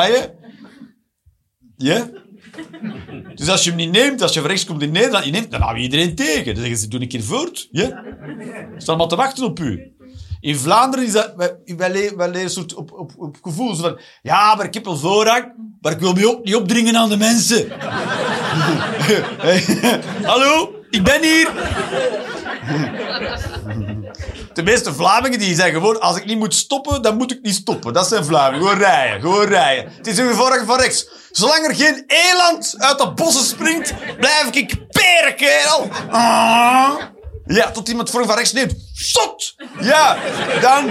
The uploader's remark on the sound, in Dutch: Live 16 Januari 2024, de Groene Waterman, Antwerpen